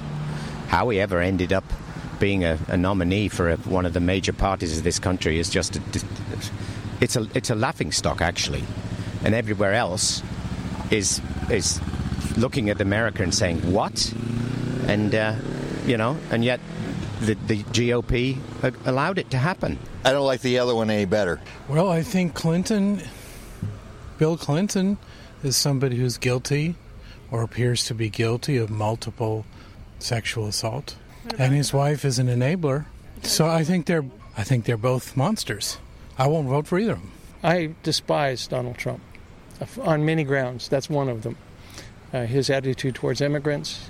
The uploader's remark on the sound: Voices in the Street hit the streets to ask Bloomington residents how they feel about Mr.